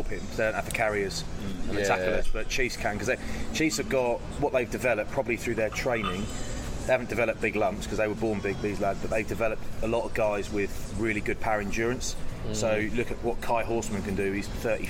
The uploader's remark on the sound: In this mildly hungover special recorded in a hotel lobby in the States after a Premiership game in Philadelphia.